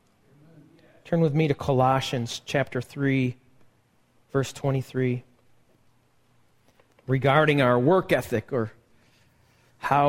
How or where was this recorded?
large echoing room